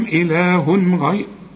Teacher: كل تنوين بعده غين ما تغنش، الغين من حروف الإظهار ما تغنش